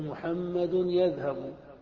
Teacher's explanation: فإذا أردت أن تقول محمد يذهب مسرعا ثم وقفت على يذهب بالروم، قل محمد يذهب بحركة خفيفة